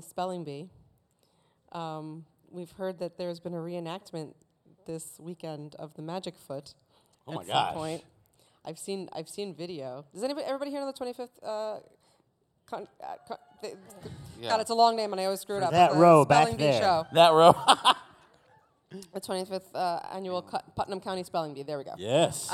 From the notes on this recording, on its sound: LeakyCon Boston. LIVE FROM LEAKYCON.